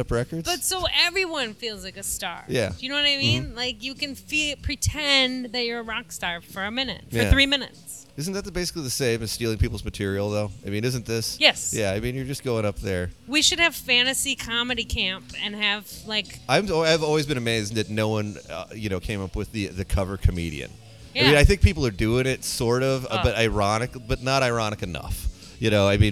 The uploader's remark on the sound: We hide in a corner of Otter's Saloon